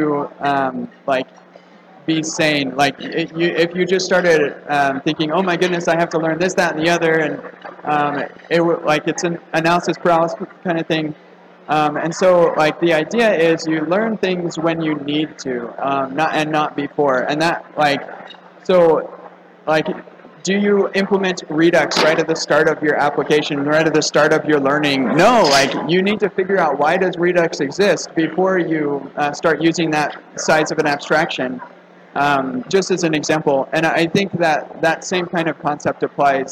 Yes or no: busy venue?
yes